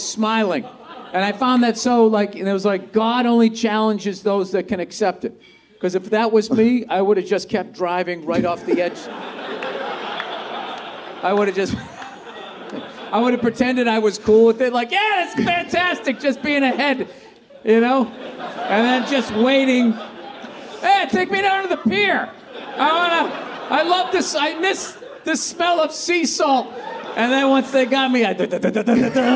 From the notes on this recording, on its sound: Live from The Comedy Store.